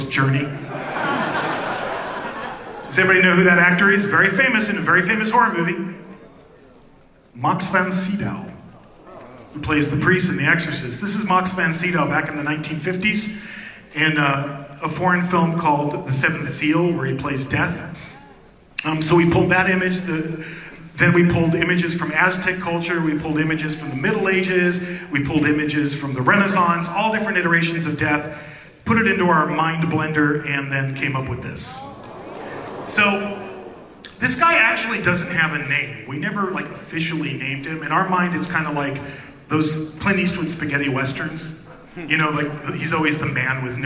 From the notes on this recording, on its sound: We showcase the panel from Midsummer Scream